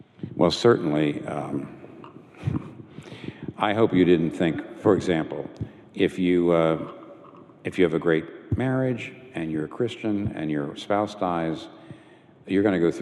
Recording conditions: live audience